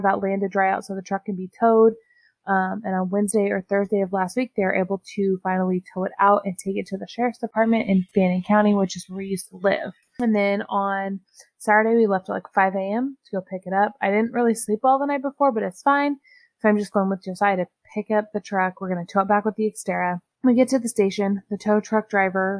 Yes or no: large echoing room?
no